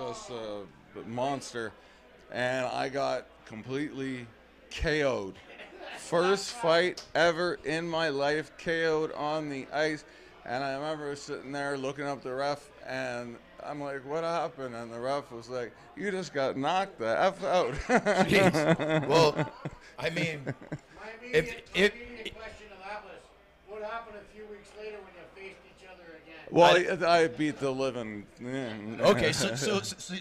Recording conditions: busy venue